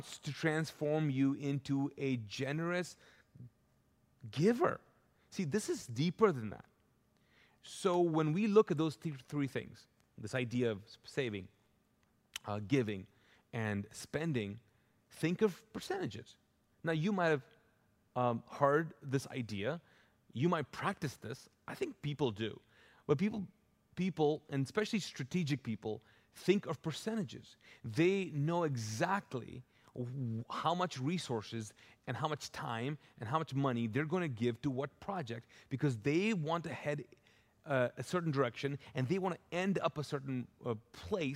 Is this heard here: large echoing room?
yes